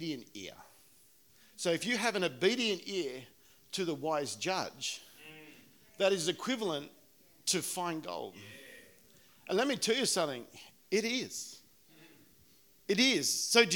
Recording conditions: live audience